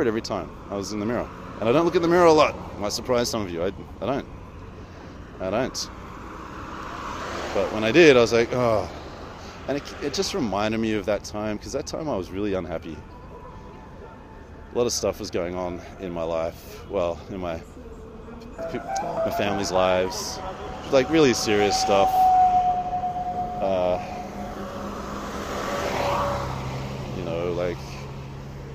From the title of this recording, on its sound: Istanbul, Walk and Talk